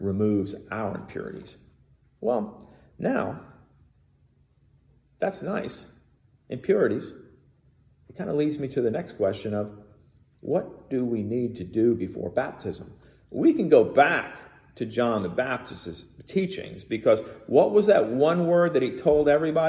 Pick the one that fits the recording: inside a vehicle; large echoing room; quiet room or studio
large echoing room